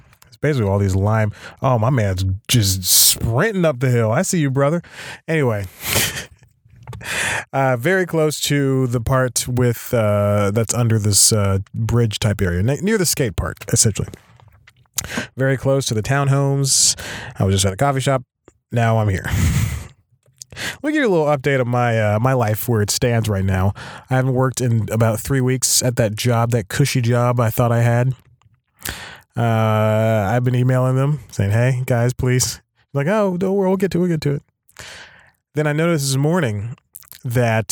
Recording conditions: inside a vehicle